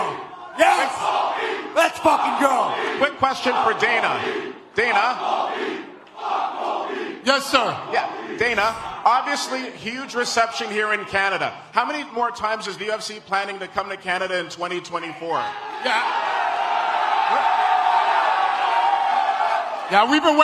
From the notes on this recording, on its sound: Pre-Fight Press Conference (AMP'd).